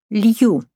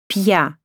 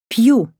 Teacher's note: Nella seconda è palatalizzata. E nella terza la consonante si pronuncia palatalizzata e separata dalla vocale